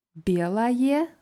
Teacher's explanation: wieder diese Endung oje, die eher wie a ausgesprochen wird